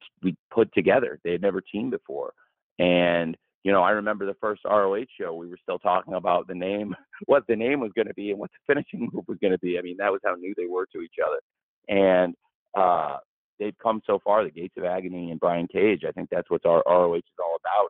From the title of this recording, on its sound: AEW All Out Media Conference Call